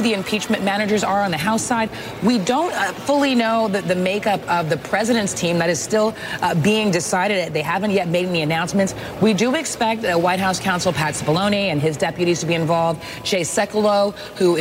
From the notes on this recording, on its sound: live from the New York Stock Exchange